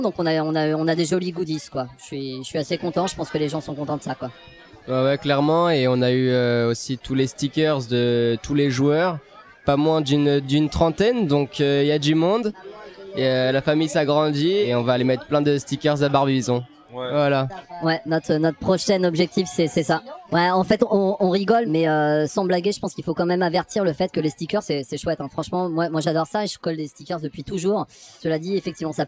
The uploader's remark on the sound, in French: Des centaines de flasheurs se sont retrouvés pour une après-midi incroyable. Cet épisode a été enregistré en live dans le bar, à l’épicentre de l’événement. Bruitages de l’application FlashInvaders.